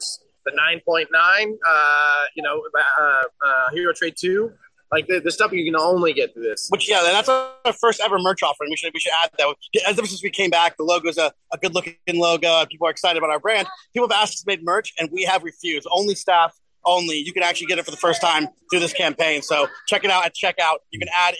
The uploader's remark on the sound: Bad Idea Kickstarter Live from NYCC.